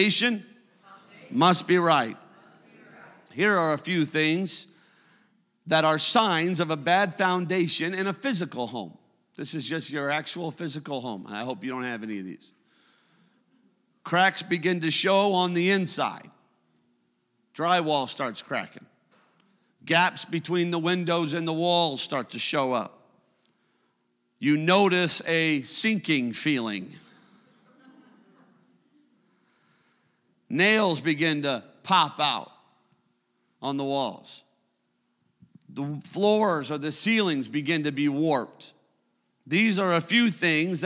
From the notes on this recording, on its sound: a service recording from Connect Point UPC